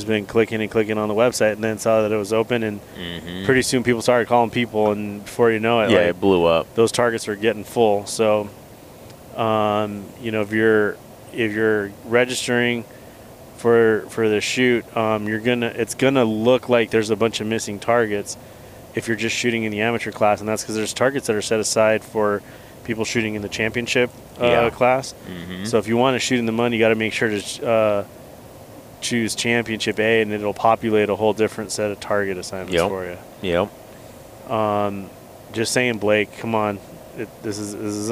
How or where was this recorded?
inside a vehicle